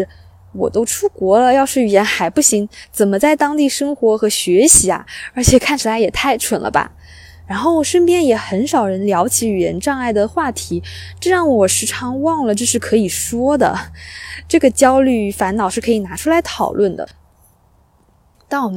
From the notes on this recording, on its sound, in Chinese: 我在湖边跑步，忽然来了兴致，于是在户外完成了播客录制。你将听到风声、鸟鸣、交通噪音、比较快的语速。